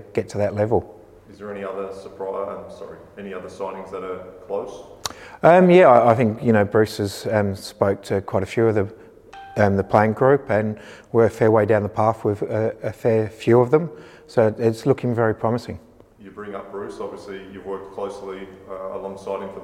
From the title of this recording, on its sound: Pre-Match Press Conference